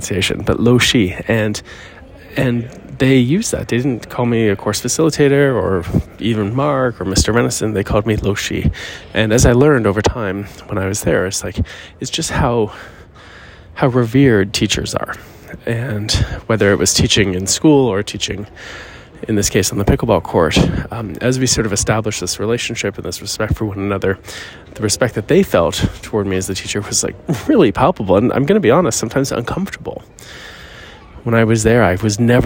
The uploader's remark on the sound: Courtside Wisdom Live from the Airport! This episode, live from the airport, unfolds the unique dynamics of Pickleball coaching in China.